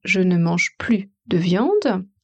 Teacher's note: Dans le contexte de la négation, on dit « plus », donc on n'entend pas le « s ».